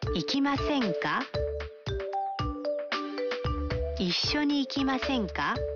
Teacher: Para obtener una invitación se cambia la parte masu de un verbo en forma masu a masen. Se agrega ka y se eleva la entonación al final.